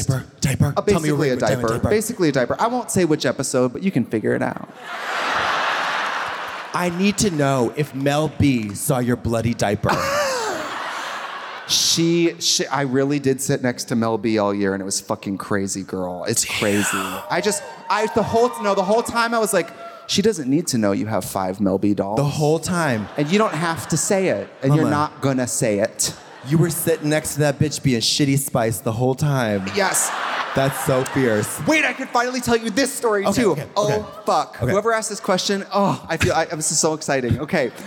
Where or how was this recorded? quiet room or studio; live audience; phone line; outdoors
live audience